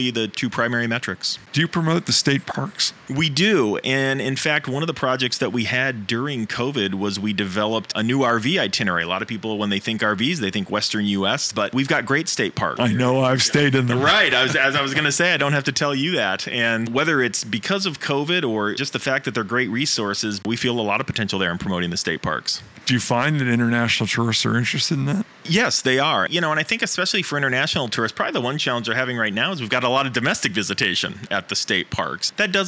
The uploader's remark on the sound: Live From IPW